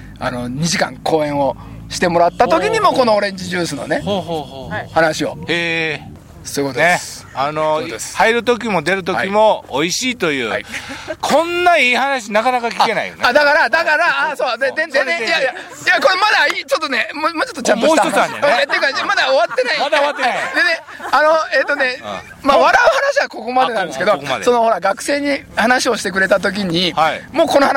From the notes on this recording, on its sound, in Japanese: 長野県ビーナスラインの霧ヶ峰高原にて。バイクツーリングをして青空対談収録を開催いたしました。